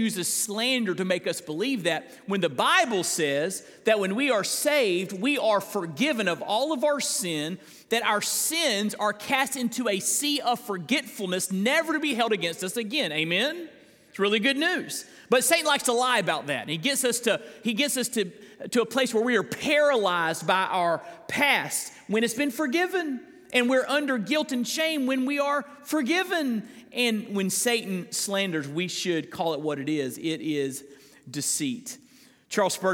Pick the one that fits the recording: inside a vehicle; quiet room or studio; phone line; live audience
live audience